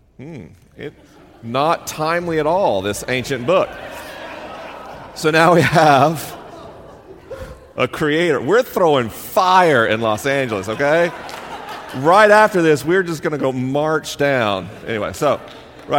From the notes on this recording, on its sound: LIVE in Los Angeles, CA. This week is a live episode. The questions are unscreened and the answers are unrehearsed. I'm traveling around the country on tour.